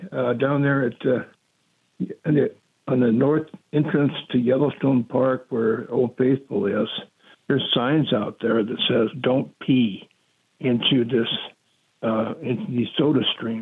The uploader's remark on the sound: We take your calls in open phones across America.